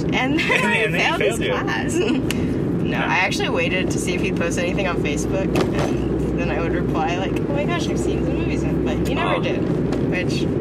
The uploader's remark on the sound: Oh goodness car audio. Took it upon themselves to see just how low quality the audio could get.